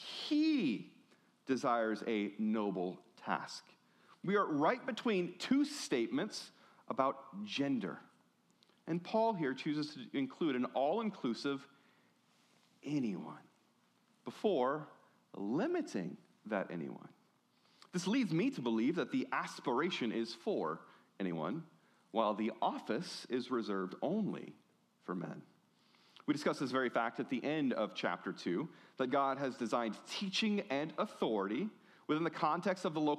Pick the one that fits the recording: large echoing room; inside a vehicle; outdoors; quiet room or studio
large echoing room